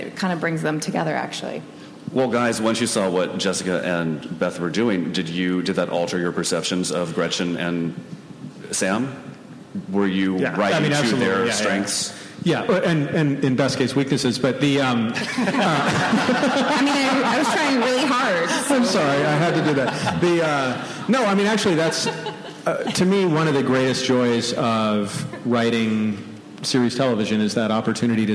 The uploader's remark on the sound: BONUS EPISODE from ATX Television Festival. Following an advance screening of the Complications premiere. Recorded at ATX opening night, June 4, 2015.